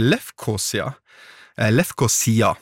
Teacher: med trykk på siste stavelse